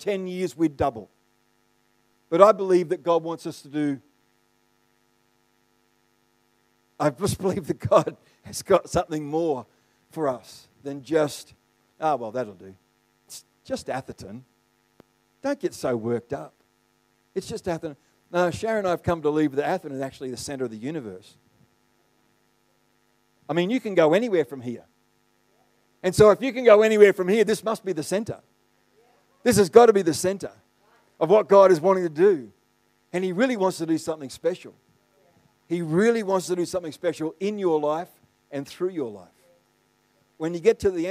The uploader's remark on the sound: The live stream of Destiny Church Atherton.